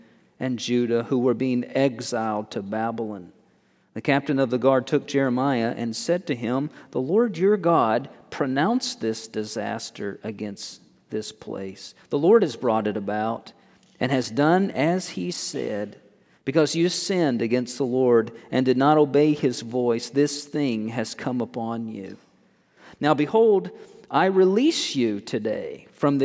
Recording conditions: large echoing room